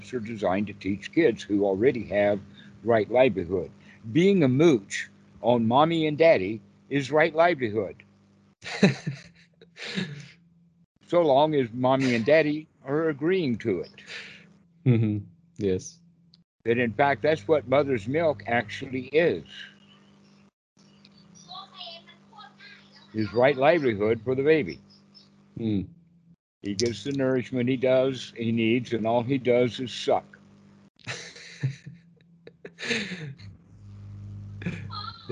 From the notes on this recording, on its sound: skype calls on this channel